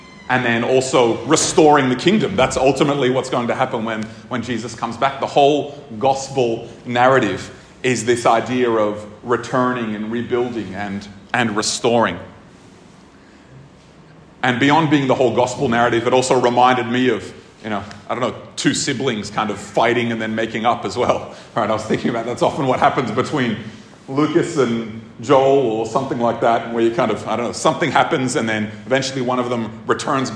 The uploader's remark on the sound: This episode was recorded at a Thrive Community gathering on 13 August 2023.